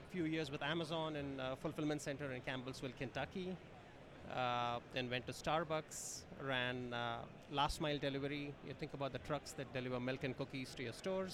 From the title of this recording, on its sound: Live From Manifest 2024